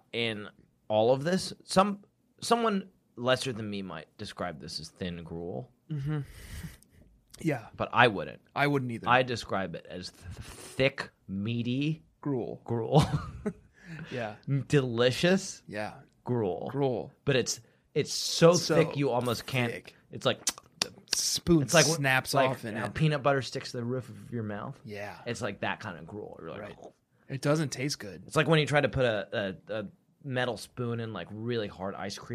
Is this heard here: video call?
no